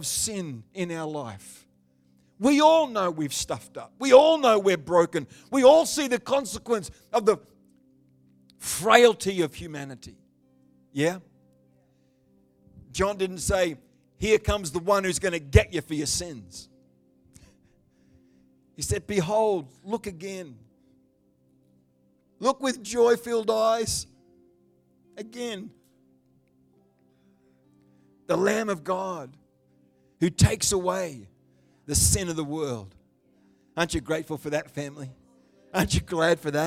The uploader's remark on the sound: The Good Friday service of 2023. Live stream of Destiny Church Atherton.